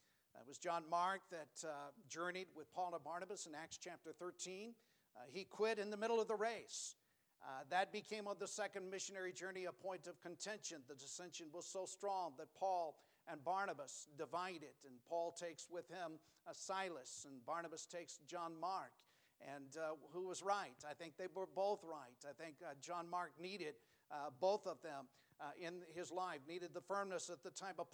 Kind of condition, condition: setting, large echoing room